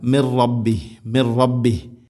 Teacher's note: സാക്കിന നൂന് ശേഷം റാ ഇദ്ഗാം ബിലാ ഗുന